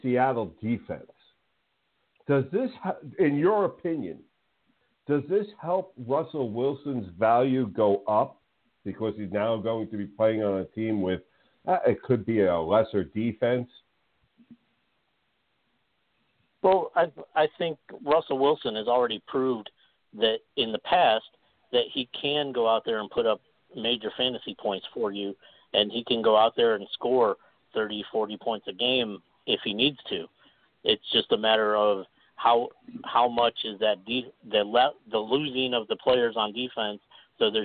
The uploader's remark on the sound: A SPECIAL CALL IN GUEST!